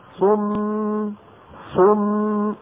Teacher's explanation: الصاد مضمومة ضمينا الشفتين، الميم اللي بعدها ساكنة نرجع لورا